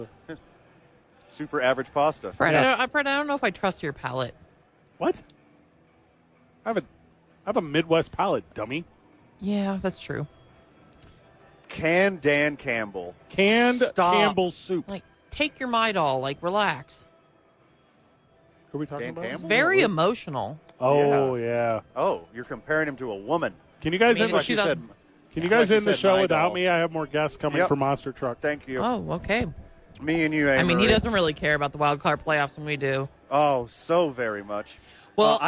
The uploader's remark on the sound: live at Rio Rancho Event Center!